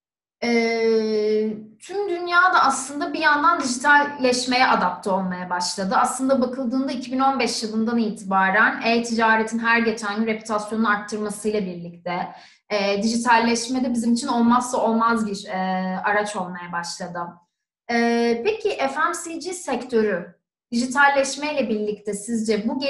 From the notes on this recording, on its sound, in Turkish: webinar serimizin dördüncü yayını